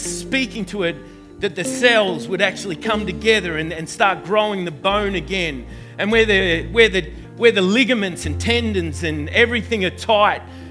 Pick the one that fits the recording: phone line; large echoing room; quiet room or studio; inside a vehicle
large echoing room